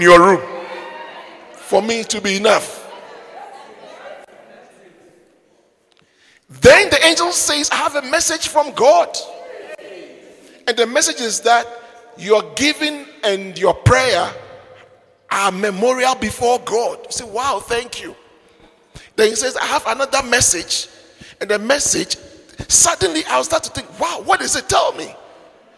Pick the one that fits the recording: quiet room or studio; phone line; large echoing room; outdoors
large echoing room